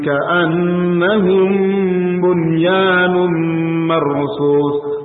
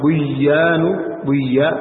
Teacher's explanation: apabila nun sukun bertemu dengan ya dalam satu kata, ini dibaca dengan jelas, izhar mutlak namanya · Shown in: first take